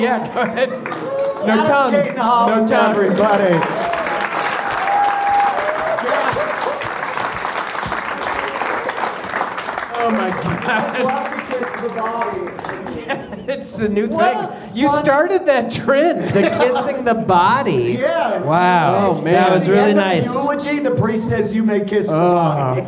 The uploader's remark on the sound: Live at the Bug Theatre. The first-ever Grawlix live funeral.